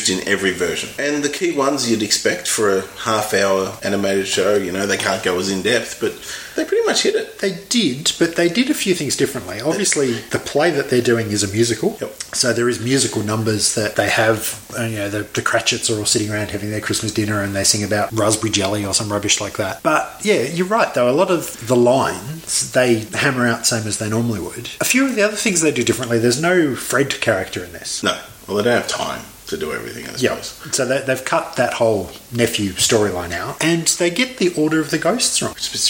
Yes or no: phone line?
no